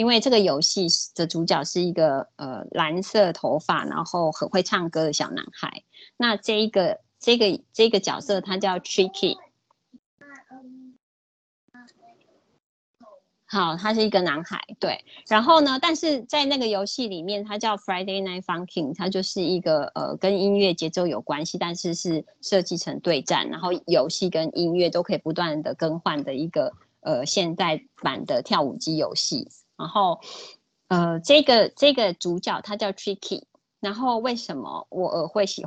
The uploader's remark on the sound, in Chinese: 講座錄音。此為線上課程錄音檔。